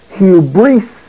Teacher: Notice the accent is over the iota, so it's hubrisco. The emphasis is placed on the vowel iota and its syllable.